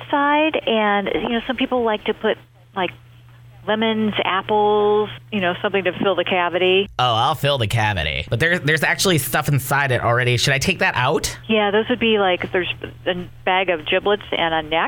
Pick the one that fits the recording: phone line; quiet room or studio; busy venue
phone line